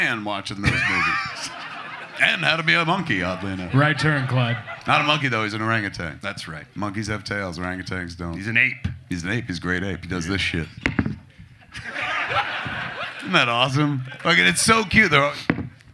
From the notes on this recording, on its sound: perform live at Flapper's Comedy Club on January, 27, 2024